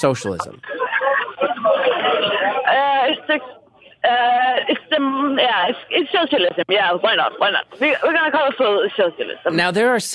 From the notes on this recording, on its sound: Freetown Christiania is an area in Copenhagen where there are no laws and anarchy rules. This week’s caller is walking there.